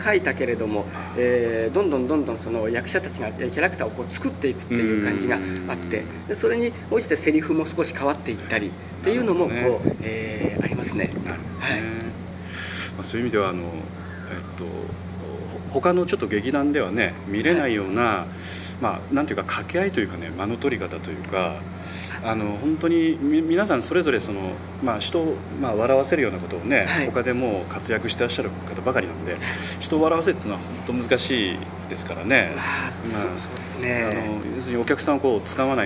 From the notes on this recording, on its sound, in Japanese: 録音場所は秋晴れの青空のもとです